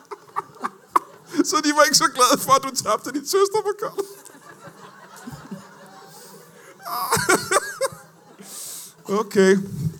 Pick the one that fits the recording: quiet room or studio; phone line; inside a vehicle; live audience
live audience